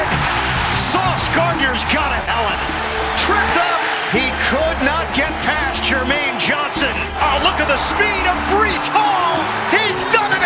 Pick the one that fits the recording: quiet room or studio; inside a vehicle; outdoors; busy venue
busy venue